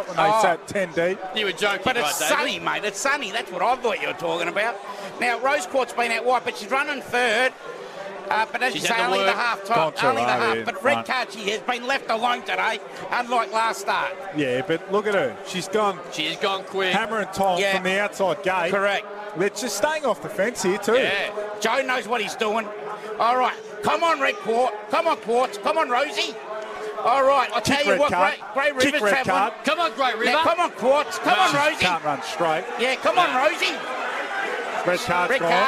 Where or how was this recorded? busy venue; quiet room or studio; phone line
busy venue